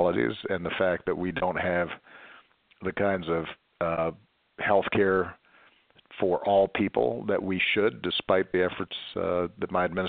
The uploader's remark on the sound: during a conference call on April 9, 2020